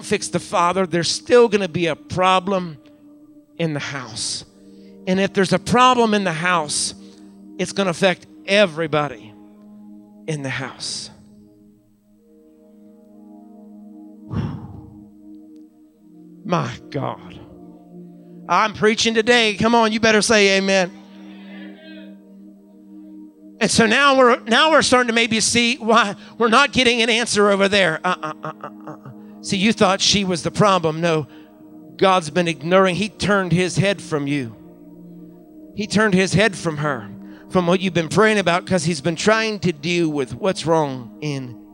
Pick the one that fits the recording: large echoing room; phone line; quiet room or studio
large echoing room